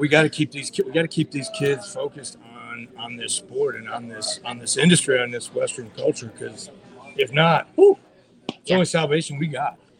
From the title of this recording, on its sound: Live at The Broken Spoke Saloon